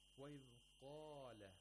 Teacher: we have تَفْخِيم of قَاف at the highest level